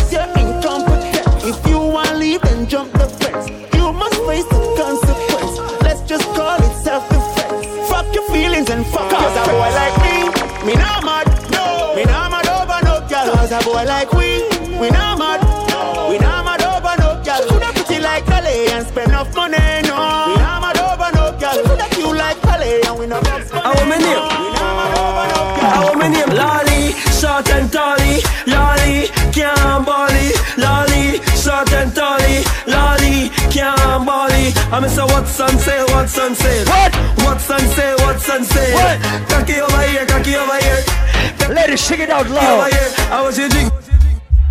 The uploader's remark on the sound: LIVE AT ISLAND SATURDAYS. Live party audio.